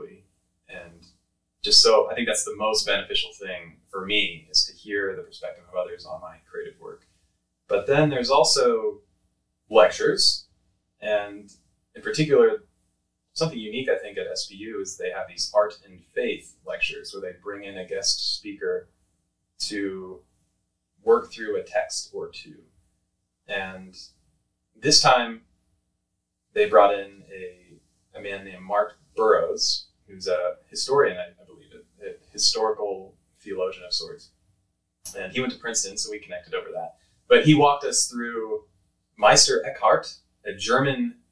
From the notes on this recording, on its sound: If you can get past the poor audio quality in this episode